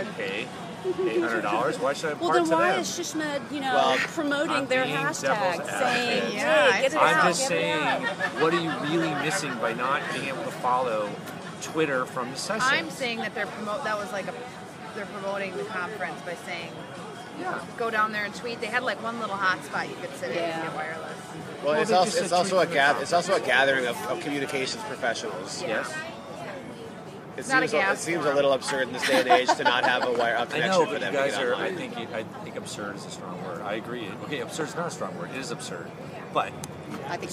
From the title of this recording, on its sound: Live from SHSMD